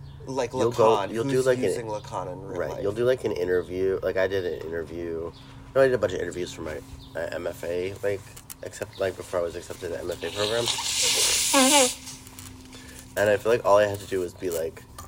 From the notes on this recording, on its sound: don't come at us about the sniffling